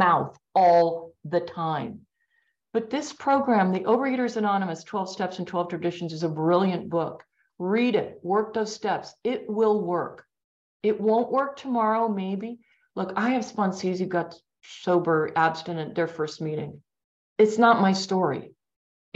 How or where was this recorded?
video call